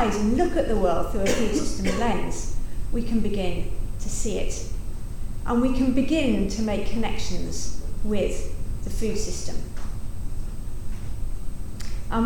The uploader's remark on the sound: The keynote lecture in the Food Governance Conference hosted by Sydney Law School and the Charles Perkins Centre at the University of Sydney